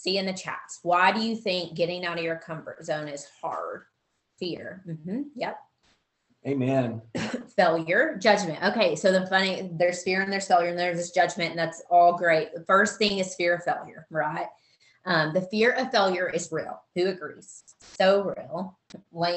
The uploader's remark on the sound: Team Soar Zoom Call 01/27/2022